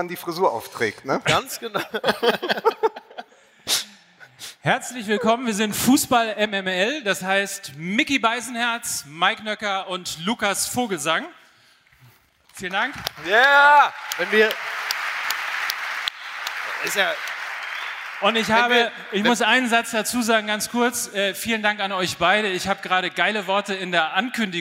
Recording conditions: live audience